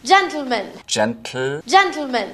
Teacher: exploding the T sound straight into the L sound and is difficult for a lot of people.